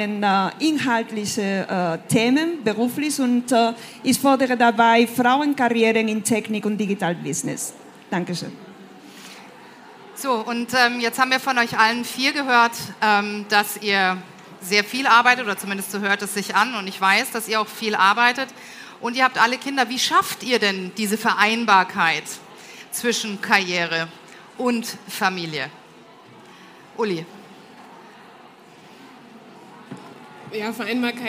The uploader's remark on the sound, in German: Eine Diskussion im Panel und mit dem Publikum